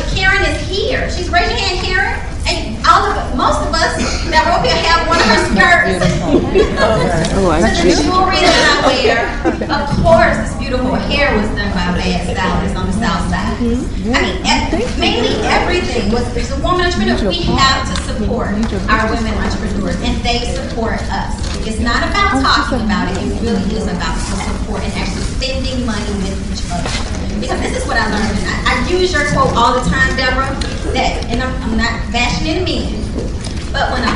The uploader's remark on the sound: LIVE Coverage of EntrepreNewHER Women Networking Event Atlanta